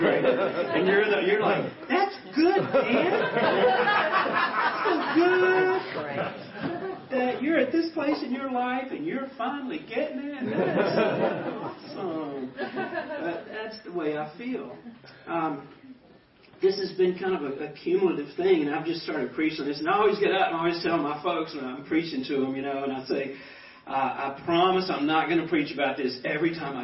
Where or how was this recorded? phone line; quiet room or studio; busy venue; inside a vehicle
busy venue